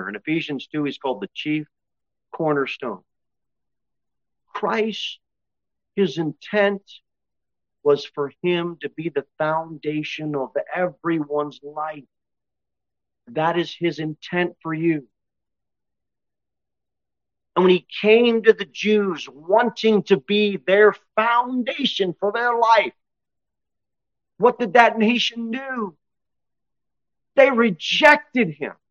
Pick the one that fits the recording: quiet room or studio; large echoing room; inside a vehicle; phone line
large echoing room